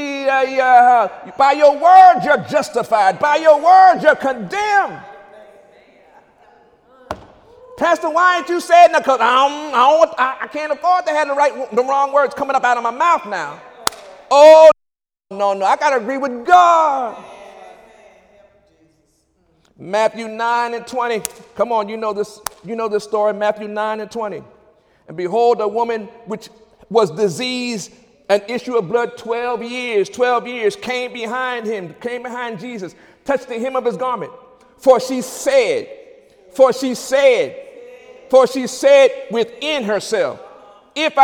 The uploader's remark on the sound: During Wednesday night service